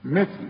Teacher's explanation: لازم تطلع لسانك في الثاء